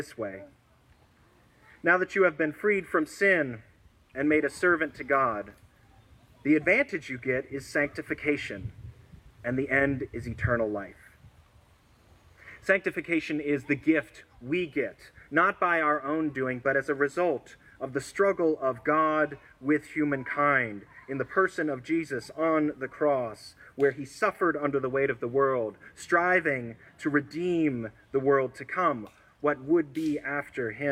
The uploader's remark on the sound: This sermon was recorded at an outdoor worship service, and so you will hear background noise to that effect